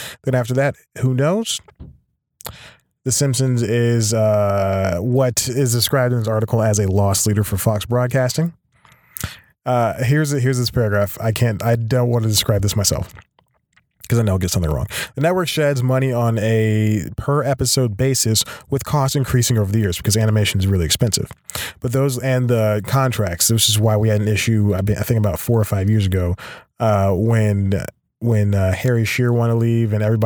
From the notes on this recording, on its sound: Not even rain or being forced to record in the car (again) can stop this bad boy of podcasting!